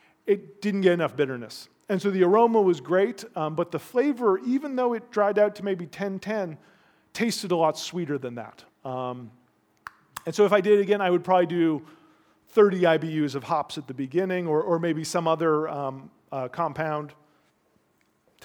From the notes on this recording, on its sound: A two hour live recording from Smakselv.no's Sour Rangers concept in Oslo, Norway.